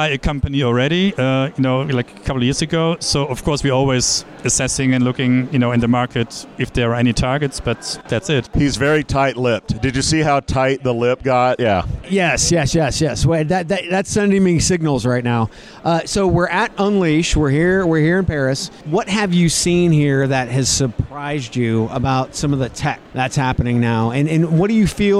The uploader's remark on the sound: Enjoy this one, live from UNLEASHworld in Paris.